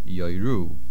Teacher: Yoiru is milara, the main accent on the ru, that is not on the first syllable.